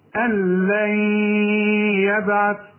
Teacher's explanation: الياء بقى من حروف الادغام، هندغم ونغن أن لن يبعث، والباء حقلقلها.